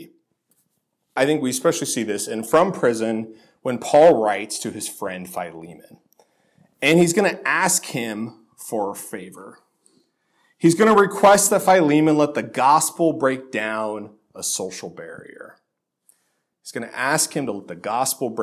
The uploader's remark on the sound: This sermon was originally delivered at Faith Reformed Church in Lynden, WA on October 7, 2018.